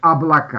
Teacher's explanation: что у нас О, когда безударное говорится как А